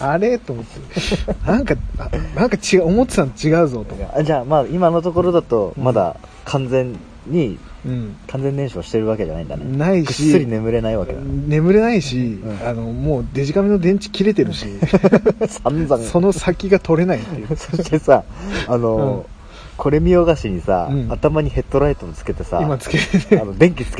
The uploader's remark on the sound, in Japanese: 遂にやってきた二人でのキャンプ！結局録り始まったのが夜の消灯直前！外での収録と、収録中の料理、ウイスキーのコルクを抜く音など、ノイズ。